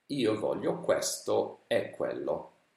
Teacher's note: Quindi utilizzerà tutte le tre E, tutte aperte.